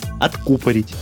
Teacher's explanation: По возможности с ударением на «у».